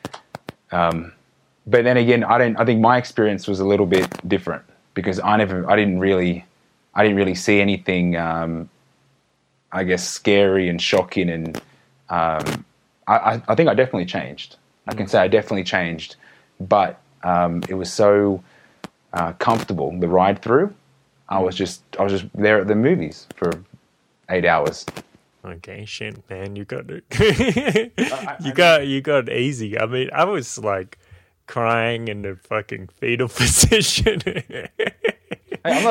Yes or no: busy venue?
no